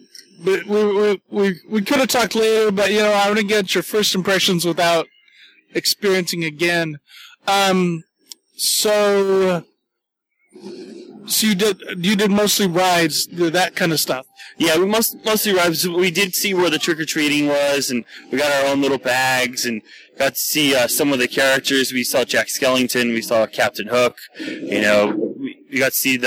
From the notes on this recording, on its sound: special podcast recorded on-location at Disneyland